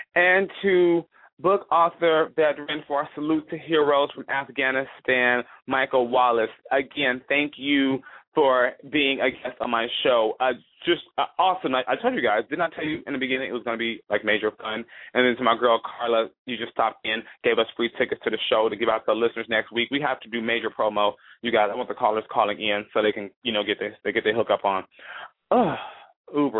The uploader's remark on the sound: a veteran calling in LIVE from Afghanistan